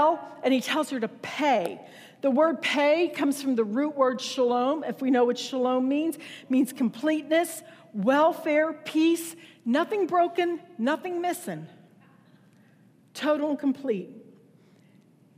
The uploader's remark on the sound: Recorded September 10, 2019 at Wellspring Church of the Nazarene, Evansville, IN.